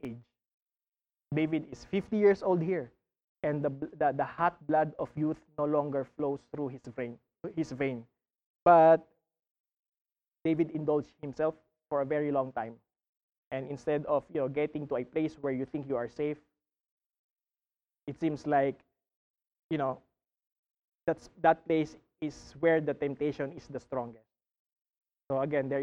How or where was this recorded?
large echoing room